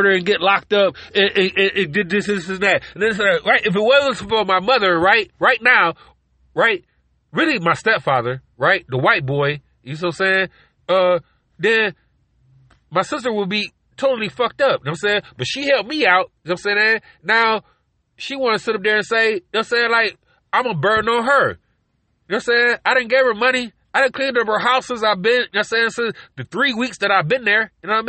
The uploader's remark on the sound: Car record in the road.